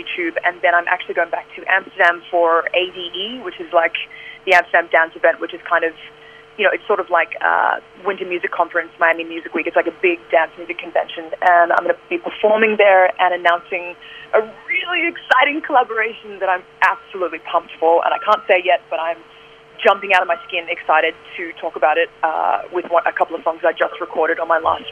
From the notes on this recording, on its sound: Got on the Housemates phone line.